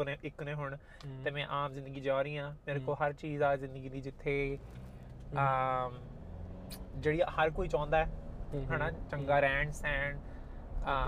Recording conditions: inside a vehicle